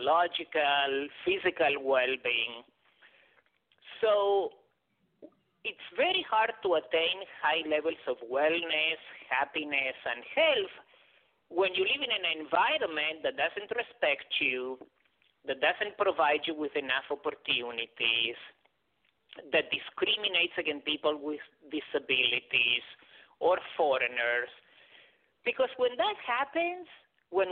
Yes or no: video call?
no